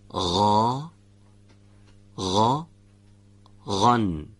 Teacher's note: حرف غین مثل حرف خا از انتهای حلق، یعنی از نزدیکترین نقطه حلق به دهان به تلفظ در میاد. · برای تلفظ این حرف در انتهای حلق مجرای تنگی ایجاد میشه و هوای سازنده حرف غین به صورت سایشی از این محل عبور میکنه. دقت بفهمید، اگر در هنگام عبور هوا از این تنگهی که عرض کردم تارهای صوتی رو هم به ارتعاش در بیارید، صدای حرف غین تولید میشه.